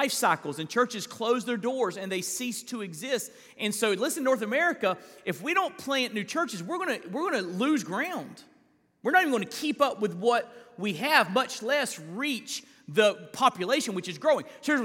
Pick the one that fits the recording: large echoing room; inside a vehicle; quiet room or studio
large echoing room